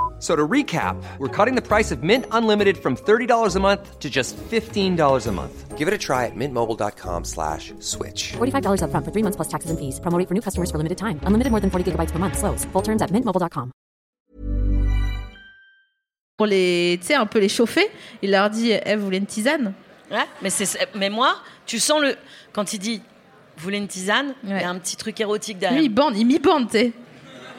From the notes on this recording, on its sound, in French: Dans l’ambiance Feng Shui du Paris Podcast Festival. À La Gaîté Lyrique (3bis rue Papin, 75003 Paris).